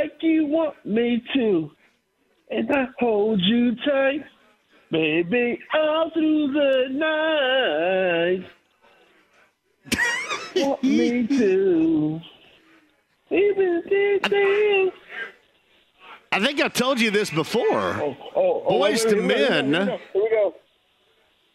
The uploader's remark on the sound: Some phone calls from listeners.